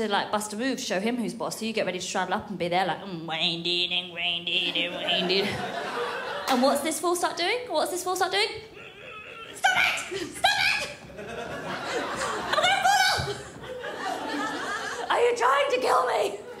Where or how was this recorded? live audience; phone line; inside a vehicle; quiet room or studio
live audience